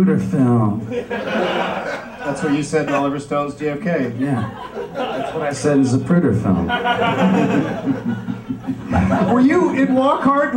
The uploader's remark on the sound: Recorded live at the Del Close Marathon, UCB Theatre New York